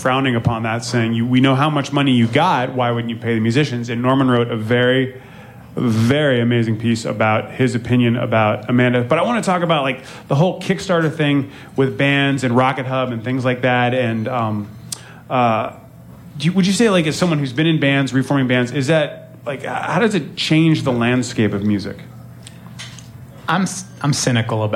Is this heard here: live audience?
yes